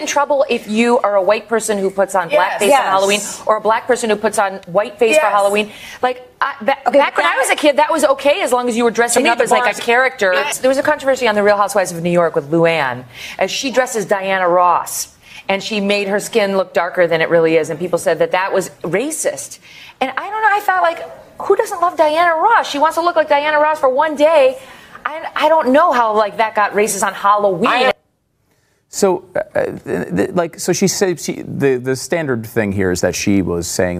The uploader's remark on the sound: in front of a live studio audience